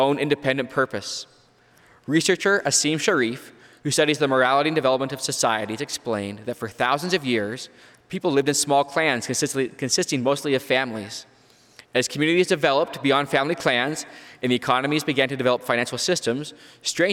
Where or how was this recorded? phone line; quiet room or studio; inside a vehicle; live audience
live audience